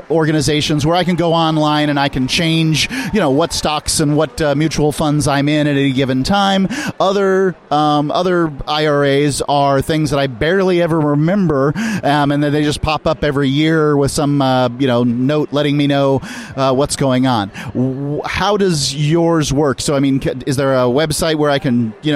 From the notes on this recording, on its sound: Freedom Fest Interviews Part Two